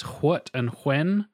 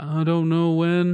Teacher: this very kind of traditional southern thing where you pronounce the H in like what and when